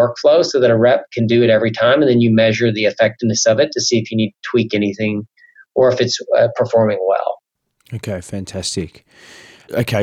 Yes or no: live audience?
no